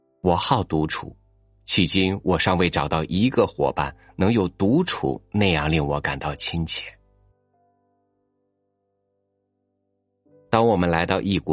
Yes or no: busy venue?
no